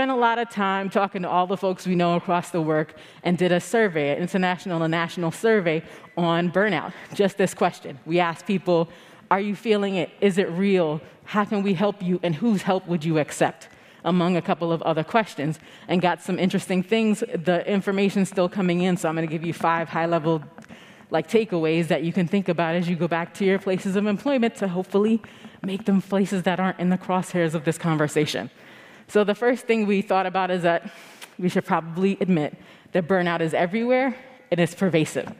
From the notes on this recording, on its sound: Keynote highlights from GreenBiz 23.